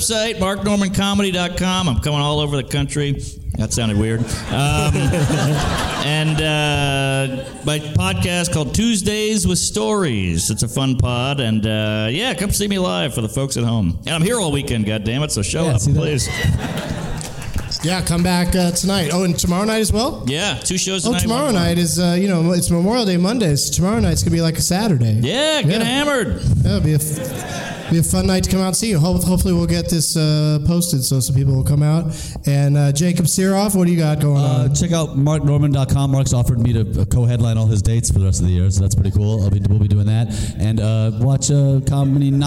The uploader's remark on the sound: Live from the LOL Comedy Club in San Antonio.